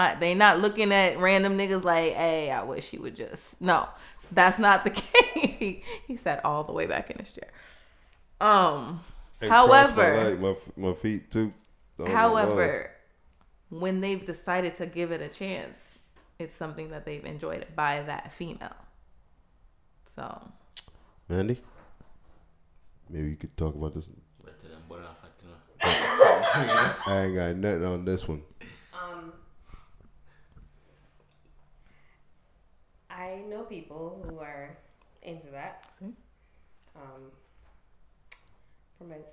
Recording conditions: poor microphone